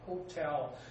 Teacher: the second syllable is the one which is stressed